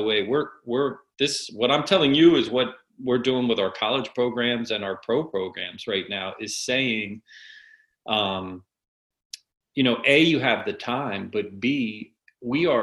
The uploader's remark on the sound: Listen to part 1 of our Zoom Webinar